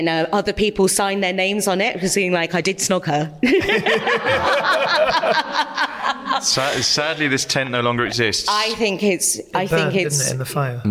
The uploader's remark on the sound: Live at Jupiter Artland. Recorded in front of an intimate live audience at Jupiter Artland, Edinburgh.